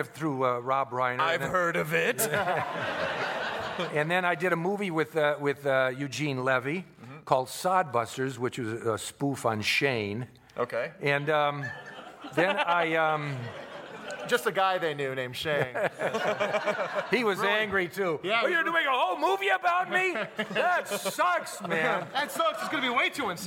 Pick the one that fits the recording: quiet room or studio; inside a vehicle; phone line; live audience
live audience